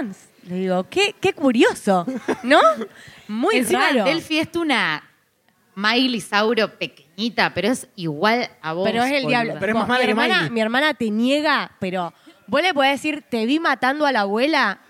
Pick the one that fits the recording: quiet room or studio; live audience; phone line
live audience